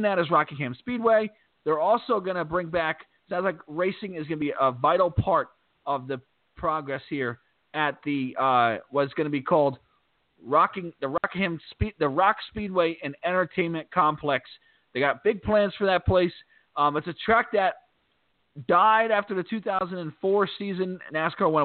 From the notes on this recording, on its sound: we’ll take your phone calls.